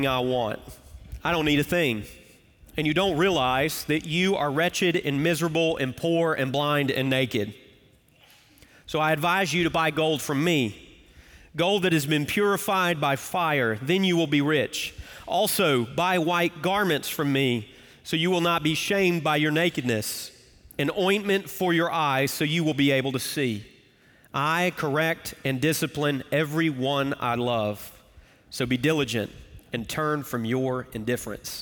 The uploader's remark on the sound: Recorded Live at Brookwood Church